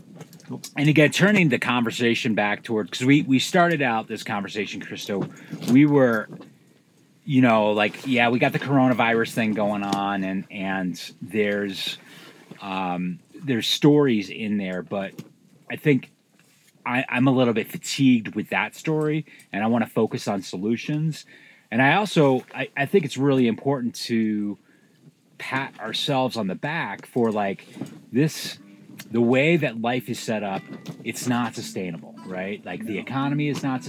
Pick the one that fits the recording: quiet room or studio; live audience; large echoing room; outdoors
outdoors